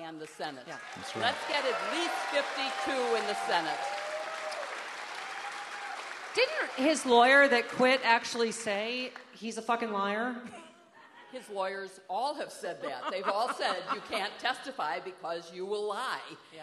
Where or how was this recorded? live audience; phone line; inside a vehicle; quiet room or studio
live audience